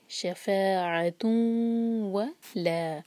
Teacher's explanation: ادغام غنہ کے ساتھ، ناک میں آواز لے جائیں گے اور دو سیکنڈس کا ٹائم دیں گے. شفاعتوں و لا، لا دو حرکہ.